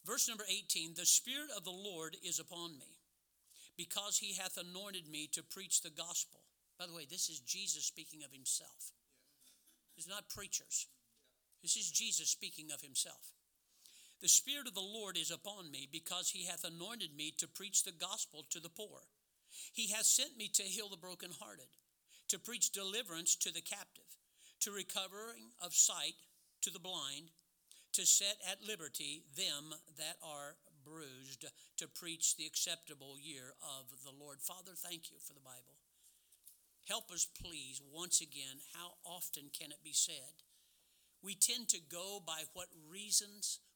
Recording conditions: large echoing room